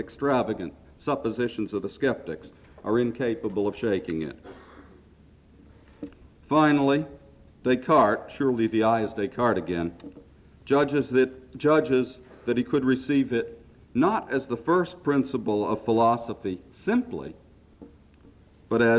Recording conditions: live audience